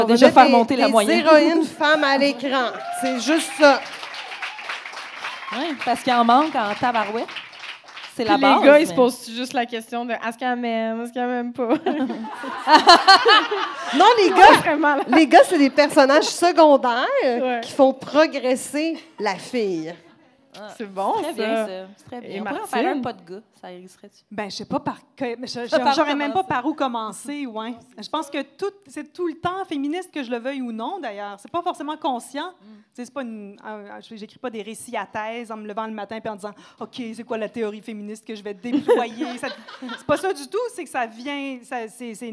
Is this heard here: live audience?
yes